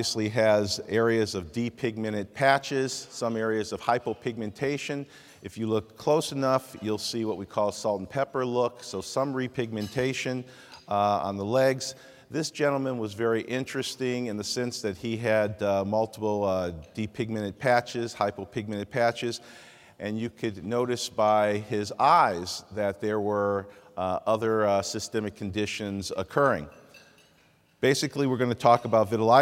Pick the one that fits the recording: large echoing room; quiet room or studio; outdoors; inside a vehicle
large echoing room